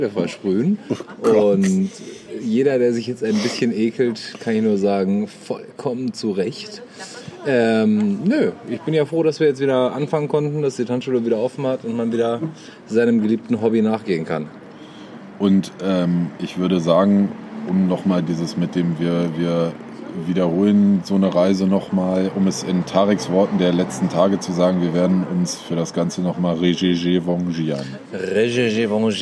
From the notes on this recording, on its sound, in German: In der Folgenden Sendung könnten diverse nervende Hintergrundgeräusche, schlecht zu verstehende Dialoge und sinnlose Gespräche dokumentiert worden sein.